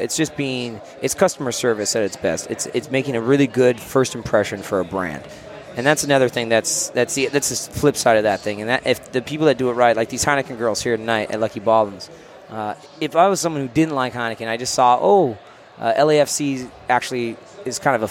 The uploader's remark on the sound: Live from Lucky Baldwin’s Pub